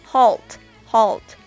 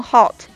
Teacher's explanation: and the growing inconvenience caused by G20 preparation measures.还有一个大家应该注意一下的词，就是这个 halt。这个 halt 啊，就是暂停、中断的意思。它的这个发音呢，在一个这个圆口 R 后边有一个 L，元音后边出现这个 L 呢，就应该发成一个舌侧音 u · Shown in: first take